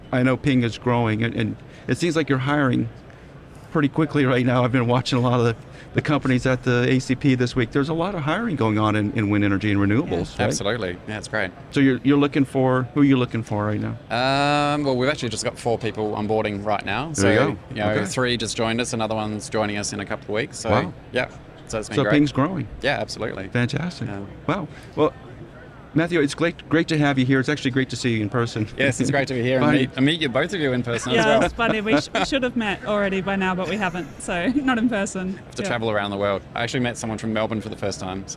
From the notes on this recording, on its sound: Live From American Clean Power 2022. Association's clean power, 2022 conference and exhibition. We're on the show floor.